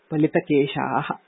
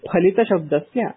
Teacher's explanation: पलितः इत्यत्र पकारः अल्पप्राणः न तु महाप्राणः · Shown in: first take · महाप्राणेन फकारेण युक्तस्य फलितशब्दस्य फलयुक्तम् इत्यर्थः सः अर्थः अत्र न विवक्षितः